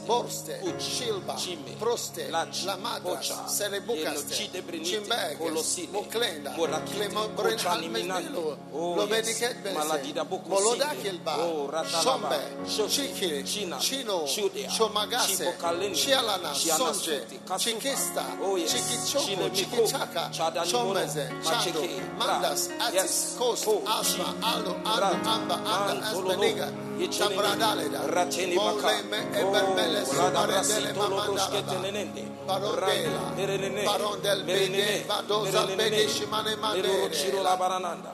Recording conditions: live audience